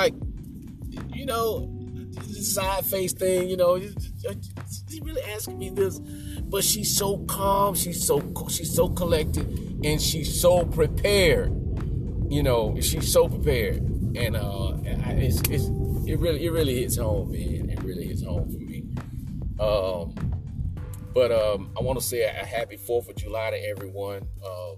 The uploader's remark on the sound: Podcasting from my car for the first time.